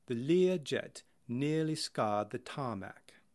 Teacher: When an R follows a vowel, the R is generally dropped. · Term: non-rhotic